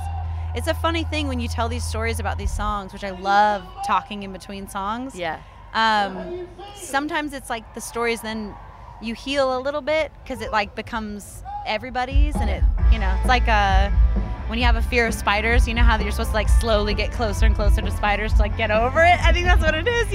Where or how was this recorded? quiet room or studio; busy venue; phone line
busy venue